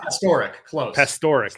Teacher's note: Emphasis on the middle syllable there.